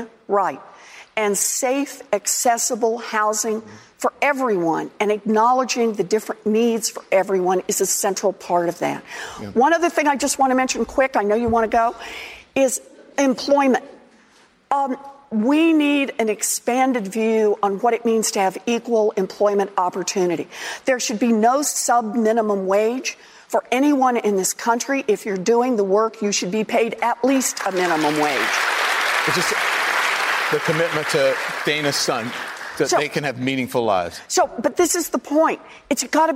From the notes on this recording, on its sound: answers questions from voters in South Carolina during a live town hall